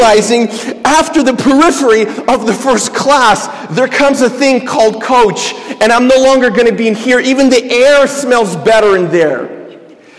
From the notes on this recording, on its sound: This is a sermon I preached at my church